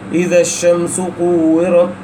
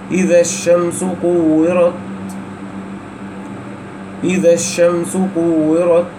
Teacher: فعند النطق بالكاف والتاء الأول الشدة ثم نختم الحرف بالهمس · Term: الشدة والهمس